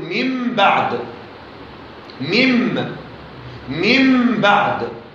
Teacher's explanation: النون الساكنة إذا جاء بعدها الباء قلبت ميما من بعد، نقول من بعد، من بعد قلبت النون الساكنة ميما إذا تلتها باء. · Term: الإقلاب